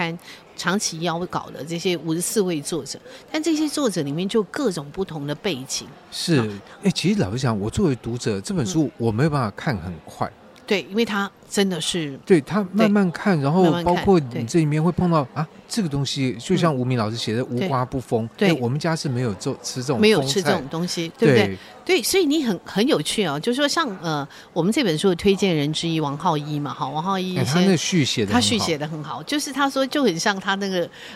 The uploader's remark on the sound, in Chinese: 活動現場訪談